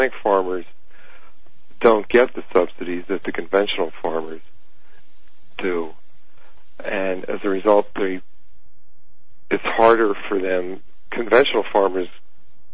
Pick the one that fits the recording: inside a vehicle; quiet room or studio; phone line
phone line